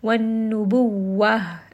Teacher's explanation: Because I am stopping here, I will turn this into a ha. That marbuta gets turned into a ha with the sukun